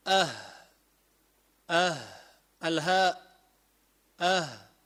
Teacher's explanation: تقف عند آخر الحلق، أقصى الحلق بسموه